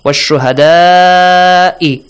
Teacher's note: The mad is wajib, extended for six counts.